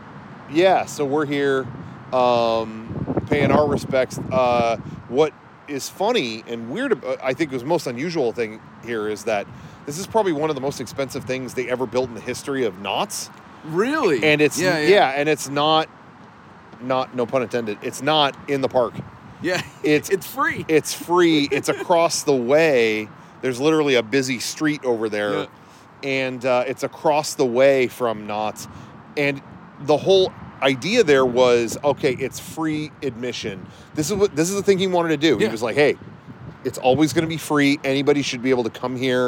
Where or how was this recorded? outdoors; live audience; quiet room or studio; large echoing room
outdoors